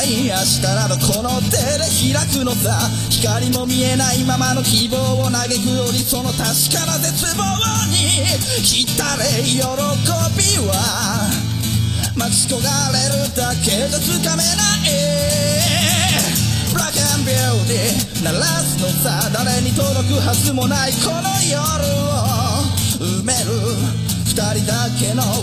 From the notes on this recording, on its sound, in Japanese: 歌謡祭の帰り道収録